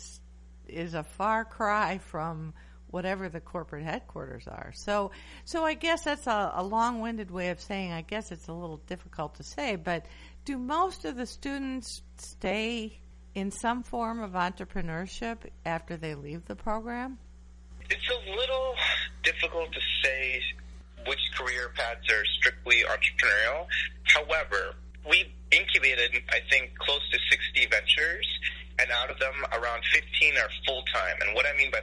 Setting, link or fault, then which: link, phone line